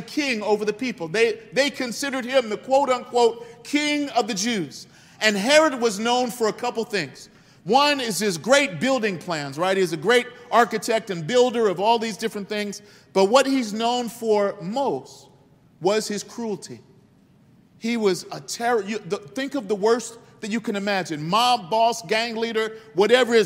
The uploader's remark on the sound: This message was delivered on December 4th 2022 at New City Fellowship West End. Louis, MO.